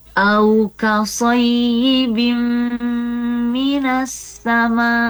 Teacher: Nunnya NN ya. N-nya ya, kasrotain in-nya dibaca masuk ke huruf mim. · Term: idgham bigunnah